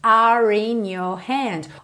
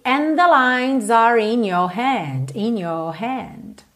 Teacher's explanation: eu já uso esse R enrolado para fazer essa ligação